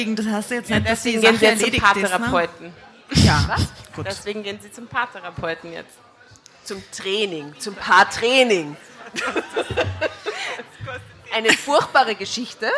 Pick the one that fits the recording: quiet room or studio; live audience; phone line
live audience